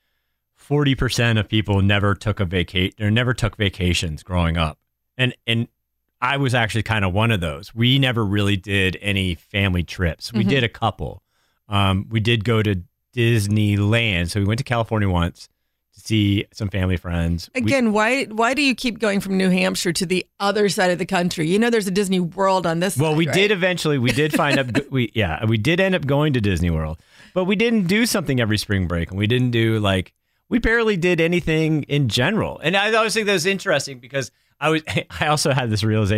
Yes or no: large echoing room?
no